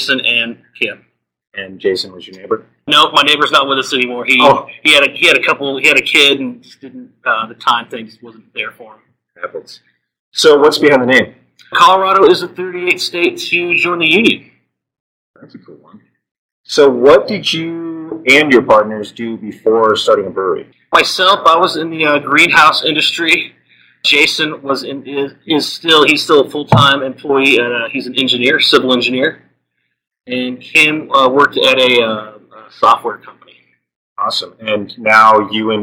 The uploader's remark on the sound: Forgive any issues with sound quality on this episode. We had a small microphone glitch while recording.